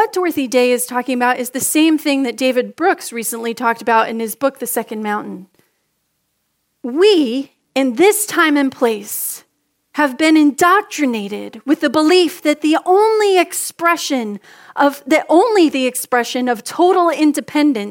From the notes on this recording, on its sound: Message delivered during the 6PM Contemporary Christmas Eve Service.